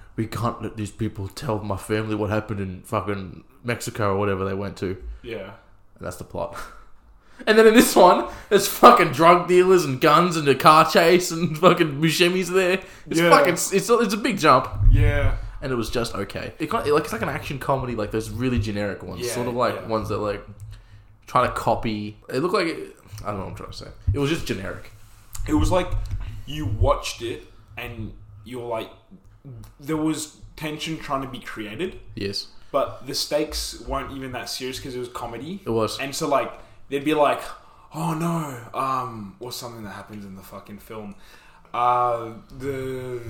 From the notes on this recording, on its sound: Sorry about the slight echo in the room we did record this in a bathroom